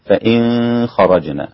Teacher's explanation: أخفى النون الساكنة مع الخاء